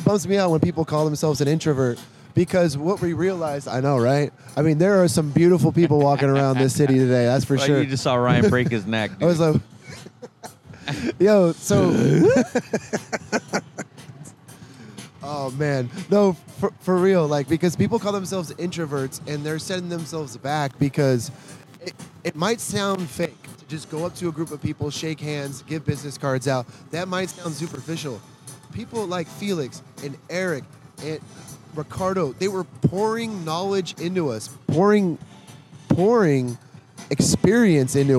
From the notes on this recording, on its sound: come to you live from Fig Tree Cafe in Downtown San Diego